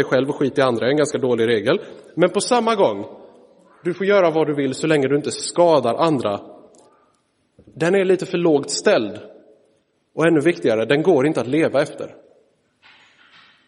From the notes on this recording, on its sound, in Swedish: Inspelad i Roseniuskyrkan den 3 september 2023.